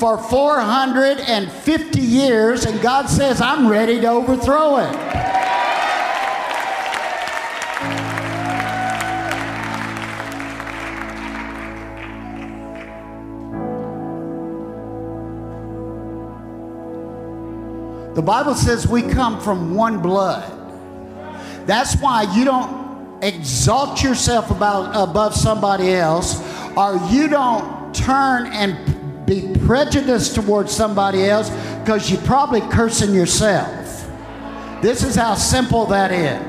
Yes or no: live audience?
yes